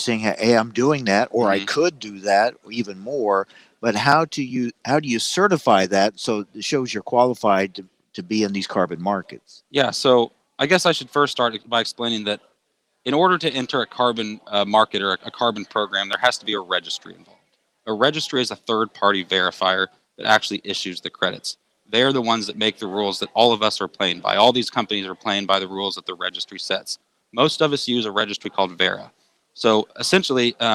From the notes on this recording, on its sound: live from DTN Ag Summit in Chicago